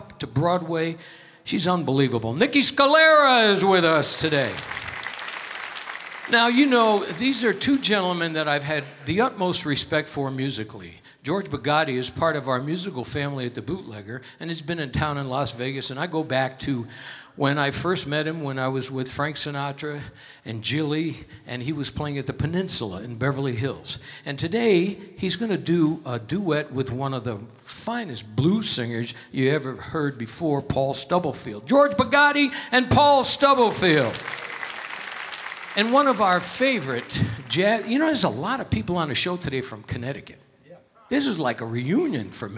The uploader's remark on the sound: Live at the South Point Casino